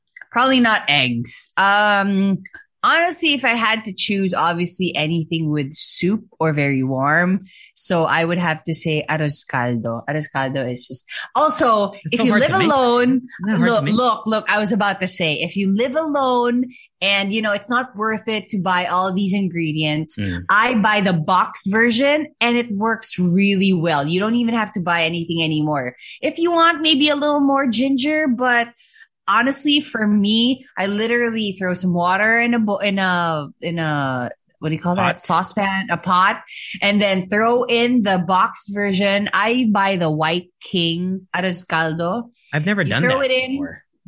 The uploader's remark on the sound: We recorded via Zoom using our ELGATO WAVE 1 microphones.